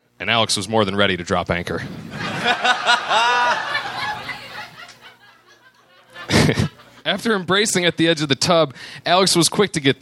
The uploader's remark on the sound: Recorded live at the Rendezvous in Seattle.